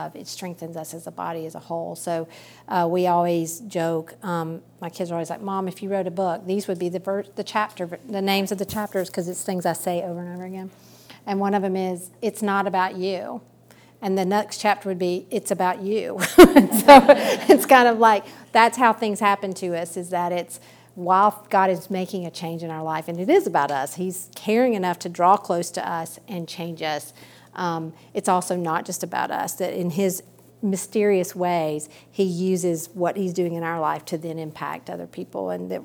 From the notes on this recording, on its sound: Recorded at a women's ministry study earlier this summer.